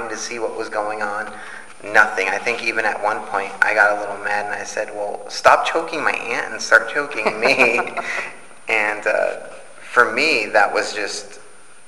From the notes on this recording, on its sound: Live from the Grenada Theater In Ontario CA. Live from the Grenada Theater In Ontario CA.